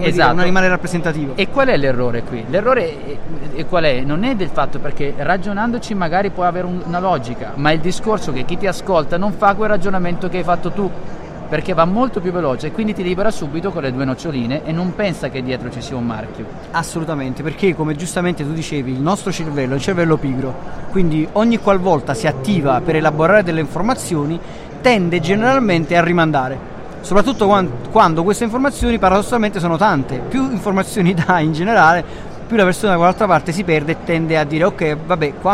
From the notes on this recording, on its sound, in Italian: Puntata live direttamente dallo Smau di Milano